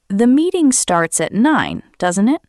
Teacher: Use falling intonation when you expect the other person to confirm what you said. Your voice goes down at the end. For example, "The meeting starts at 9, doesn't it?" If you are almost sure, this sounds like a friendly request for confirmation.